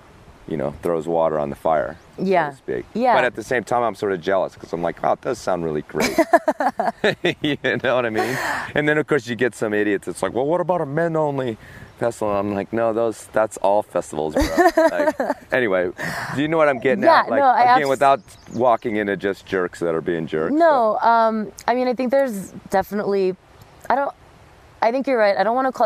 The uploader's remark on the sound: I sit down beside the Popo Agie River in Lander, Wyoming at the International Climbers Festival